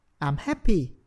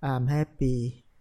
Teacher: bạn nói trong trạng thái vui vẻ thực sự thì bạn sẽ thấy chữ happy được lên giọng · Shown in: first take